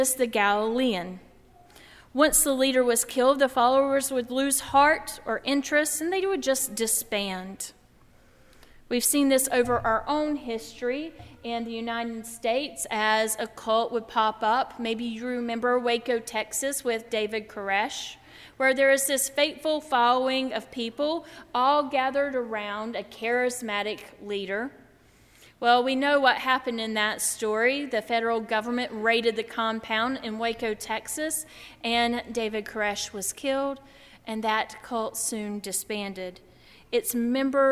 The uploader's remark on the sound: during the Heritage service on Sunday April 3, 2016, at First Presbyterian Church of Arlington Heights, Illinois.